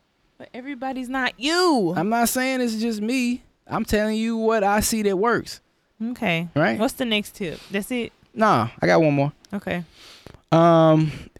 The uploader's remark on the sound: LIVE from Maui, Hawaii. This episode was recorded live in Maui, Hawaii while sitting next to the ocean.